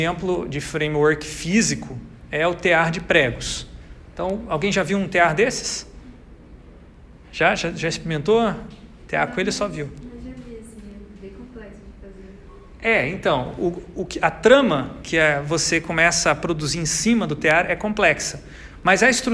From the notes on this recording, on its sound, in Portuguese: Grava��o realizada na disciplina Metodologia da Pesquisa do curso de Tecnologia em Design Gr�fico da UTFPR.